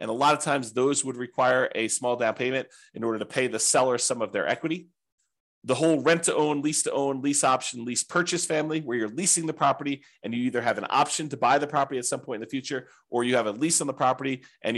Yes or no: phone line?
no